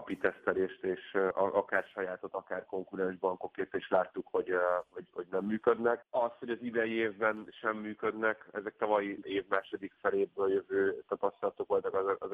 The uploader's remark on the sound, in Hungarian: telefonvendégei